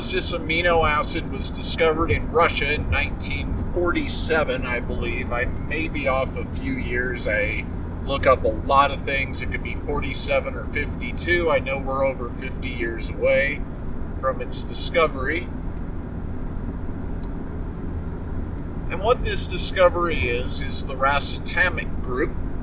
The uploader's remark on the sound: I record my shows very often in the work truck as I drive for many hours across Colorado, so my apologies for any road noise, crumpling bags, or other road-travel noises. I use a noise reduction program, but I don't catch everything.